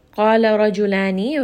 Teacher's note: Ra in this case is going to be heavy because there is a fatha on top. And then in قَالَ as well, قَاف is heavy because it is a permanently heavy sound.